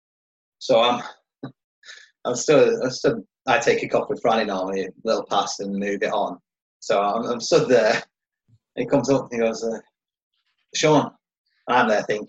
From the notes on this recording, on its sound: Zoom special. In a live video chat.